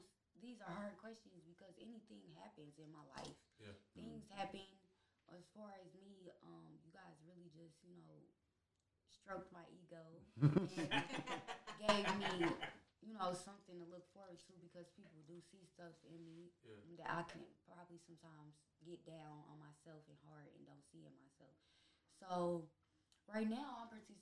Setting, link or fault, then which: fault, sounds in the background